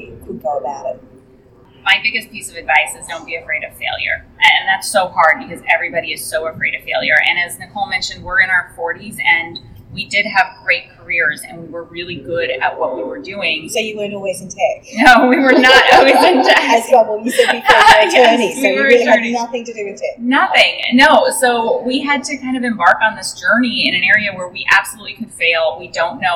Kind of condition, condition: setting, busy venue